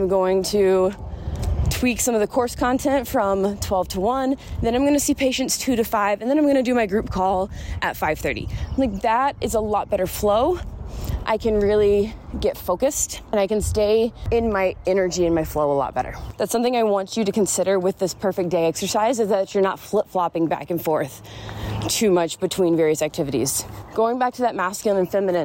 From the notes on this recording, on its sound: I was taking a walk around my neighborhood before it gets too hot here in AZ while recording this, so enjoy the background birds and my breathlessness.